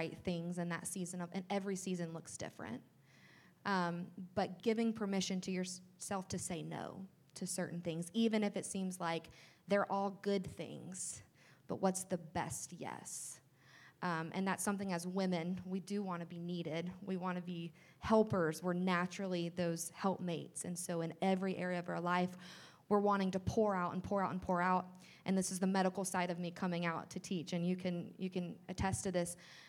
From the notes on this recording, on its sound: The interview audio is very low, so be ready to turn it up. This year we had our first ever mix and mingle event and did our first live podcast recording! Go live with the Inner Circle at Nexus Coffee.